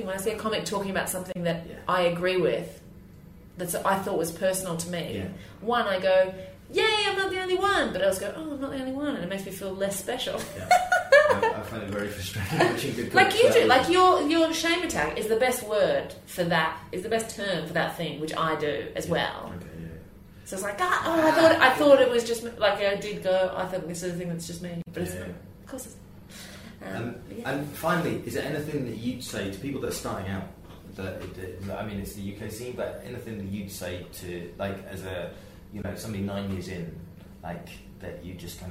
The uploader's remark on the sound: This week is an archive interview from 2014. Upstairs at the Camden Head pub in Islington.